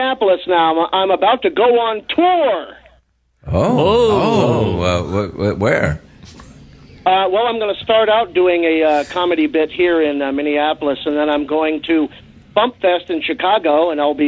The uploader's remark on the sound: I called in as an extra guest when all 3 of us had a discussion.